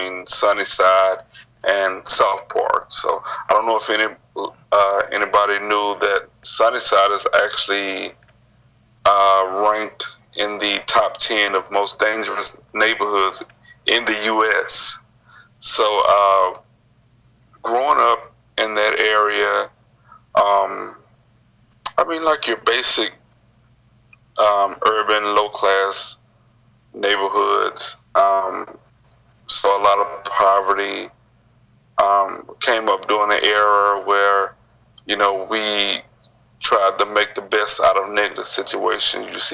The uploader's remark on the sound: Via Skype.